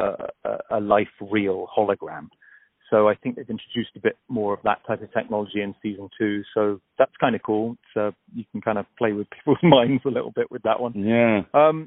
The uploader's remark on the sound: On the phone